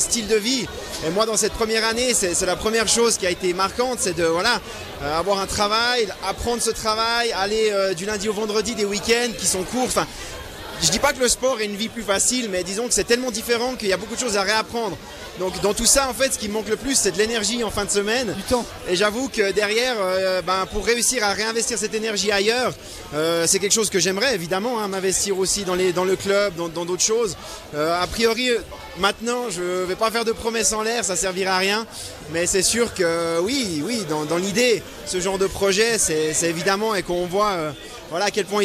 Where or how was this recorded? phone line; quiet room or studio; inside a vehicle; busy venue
busy venue